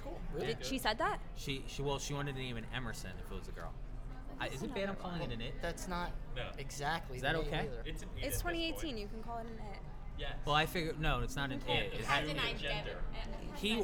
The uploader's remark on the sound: LIVE from Tilted Kilt. We are LIVE from the Tilted Kilt! A couple lovely Tilted Kilt waitresses.